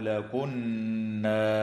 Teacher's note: نون مشددة تغن بمقدار حركتين في كلمة أنا وفي كلمة لكنا